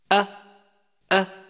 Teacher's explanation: شديد أي ينحبس الصوت عند النطق بها كما مر معنا سابقا، فلا يجري الصوت عند النطق بهذا الحرف أ. · Term: حرف شديد